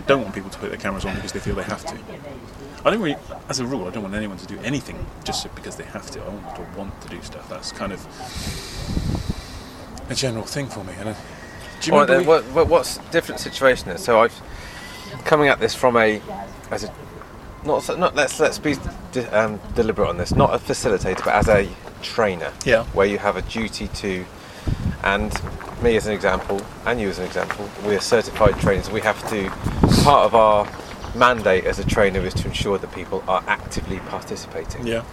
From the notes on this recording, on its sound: In other amazing news we got back into a real live pub! Well...outside a real live pub but that's still pretty cool, especially as the sun was out!